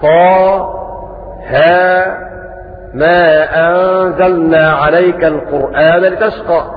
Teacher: وقرأ أبو جعفر بالسكت على أوائل الصور، فيقرأ هكذا طه، ما أنزلنا عليك القرآن لتشقى، بالسكت وهكذا في جميع فواتح الصور.